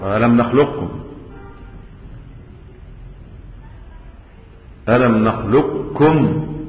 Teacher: حولت القاف إلى كاف ثم أضغمت الكاف في الكاف · Term: ادغام صغير